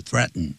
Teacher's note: 你念慢是念成 threaten，念快是就 threaten，用鼻音出来